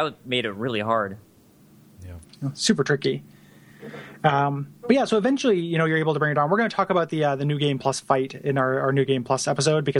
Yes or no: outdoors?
no